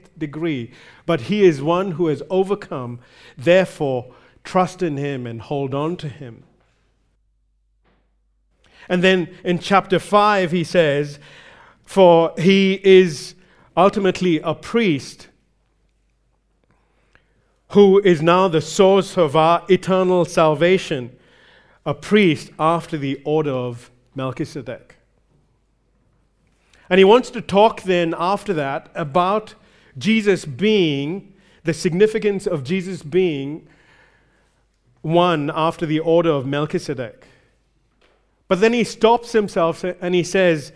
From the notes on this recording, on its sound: recorded live at Grace Community Bible Church